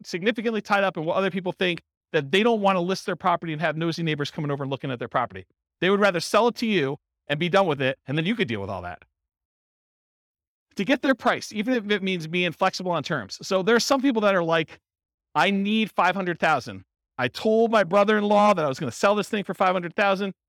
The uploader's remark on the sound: This was a live class recorded